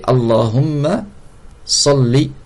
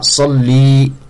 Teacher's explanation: Allahumma salli, c'est un sad, et le lem il est doublé sans la prolongation. · Shown in: first take · C'est interdit de prolonger.